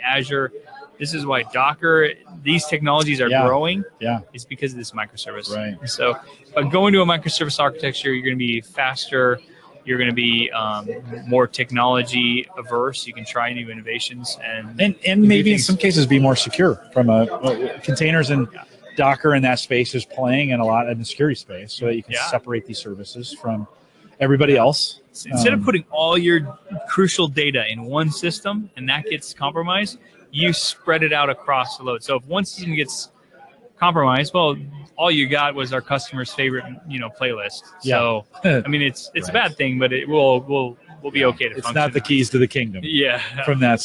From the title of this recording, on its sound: Live from Infotec 2016